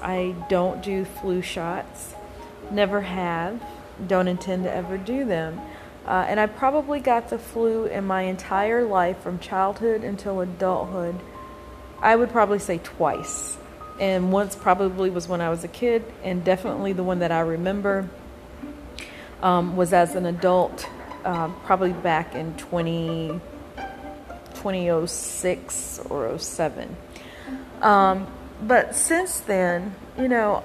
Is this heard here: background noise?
yes